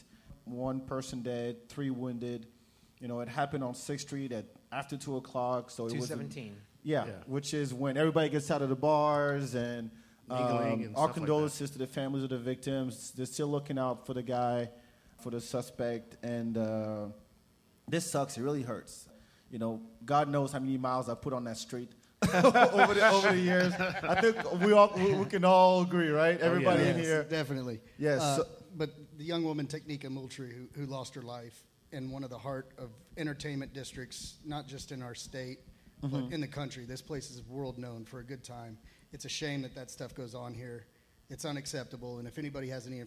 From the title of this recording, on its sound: Live from Antone’s